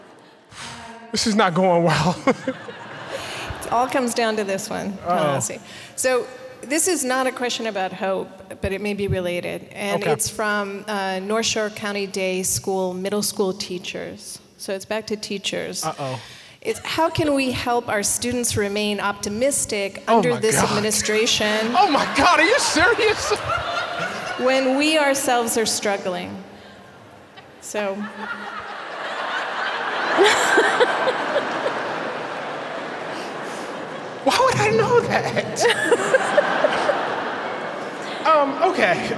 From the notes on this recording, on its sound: Unedited. As part of the 2017 Chicago Humanities Festival before an audience of over 1,500 people, black and white, young and old.